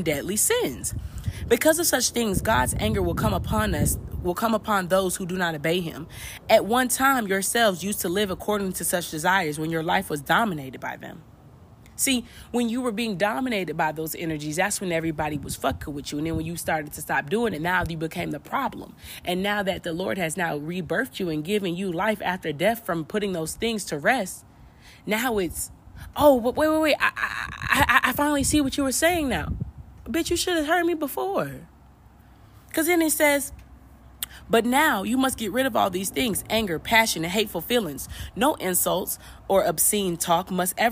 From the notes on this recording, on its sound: You Will Hear Wind at Times!